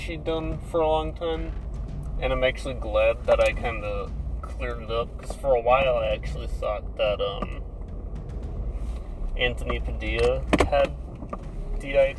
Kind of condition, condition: setting, inside a vehicle